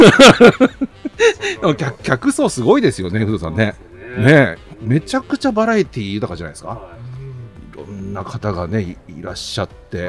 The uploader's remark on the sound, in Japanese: 今週は初のサカバ収録。新橋駅前ビル2号館の 工藤軒 さんにお邪魔して、ほろ酔いトークを繰り広げております。